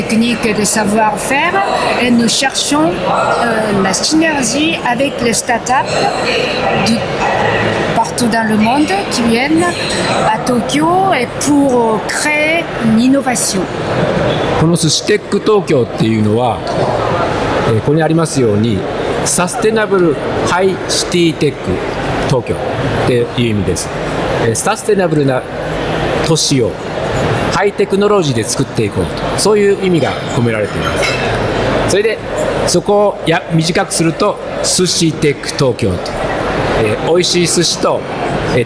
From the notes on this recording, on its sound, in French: DigiClub Special Edition : En Direct de Paris. Nous avons interviewé au salon VivaTech 2023.